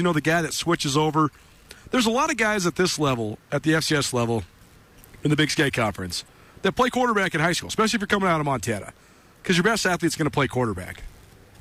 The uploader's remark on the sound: LIVE from Bozeman for Montana State football media day